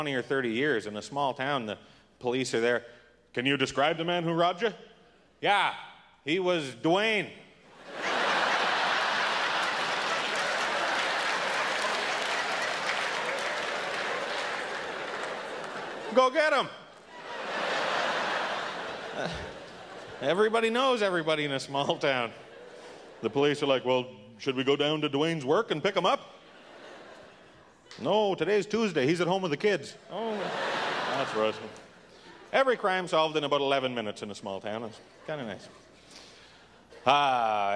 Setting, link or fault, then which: setting, live audience